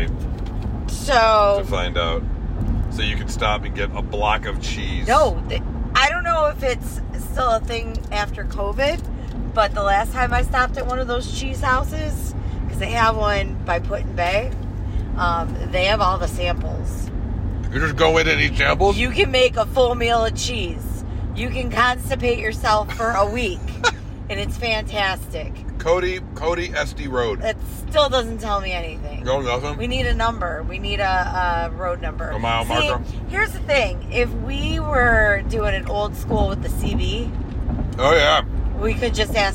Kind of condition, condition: setting, inside a vehicle